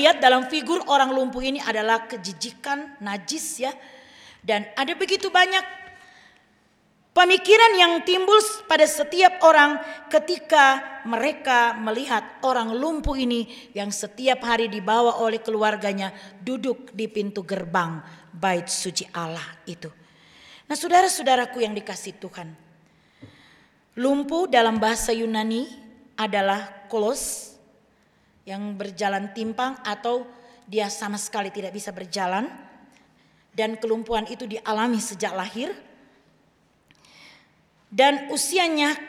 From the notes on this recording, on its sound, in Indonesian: Rekaman Kotbah dan Doa Syafaat Ibadah Minggu GKI Kalvari